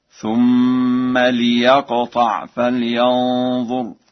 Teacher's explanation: قرأ ورش الفعل يقطع بكسر اللام هكذا